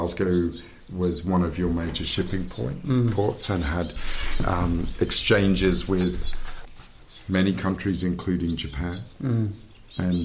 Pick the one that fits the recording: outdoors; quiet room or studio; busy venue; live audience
outdoors